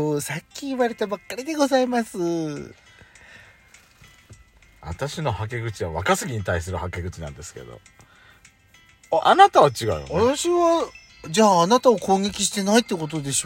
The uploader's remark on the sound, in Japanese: パーキング収録